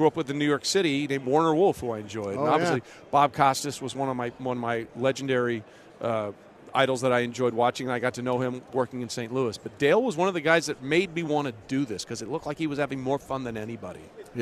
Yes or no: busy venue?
yes